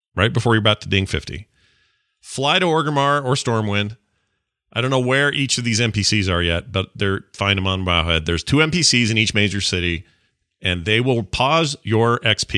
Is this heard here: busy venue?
no